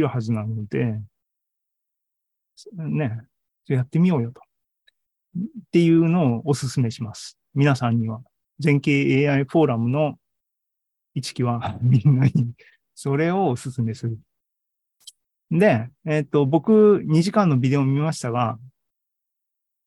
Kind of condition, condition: link, video call